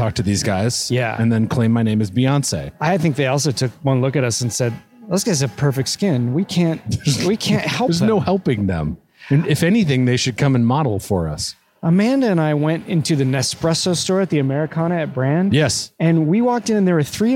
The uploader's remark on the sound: As they walk a local mall.